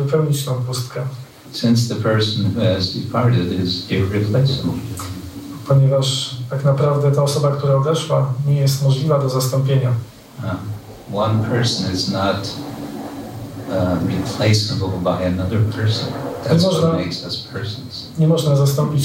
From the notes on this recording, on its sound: Ramanavami - lecture from ISKCON Warsaw temple. Wykład ze świątyni warszawskiej.